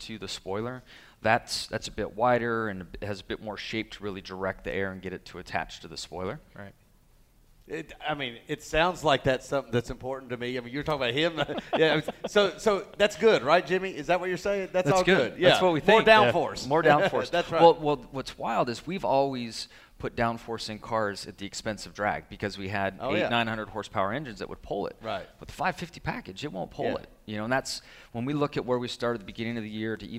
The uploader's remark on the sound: Live from Daytona. The Team Chevy Experience at Daytona International Speedway in front of a studio audience.